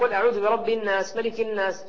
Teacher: جاب الغنة أتى حركتين لكن سريعا